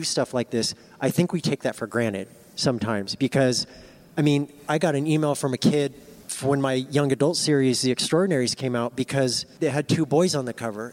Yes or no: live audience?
yes